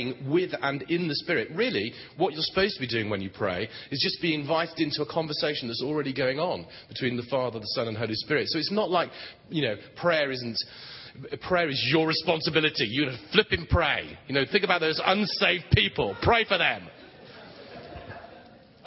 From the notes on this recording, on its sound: Session 1 from the Empowered Conference 2013 in Long Beach, CA.